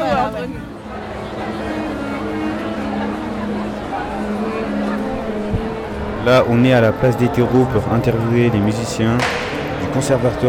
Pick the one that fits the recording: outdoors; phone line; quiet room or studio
outdoors